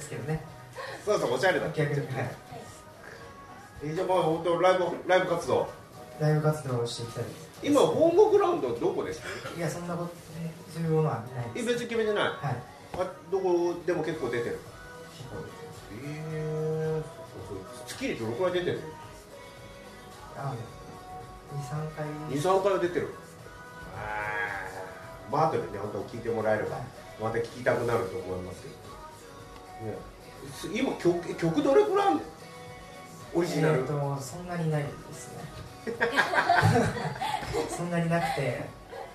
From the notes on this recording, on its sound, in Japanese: 公開ポッドキャスト収録の巻。2018年1月14日開催LIVEでの公開ポッドキャスト収録の回～！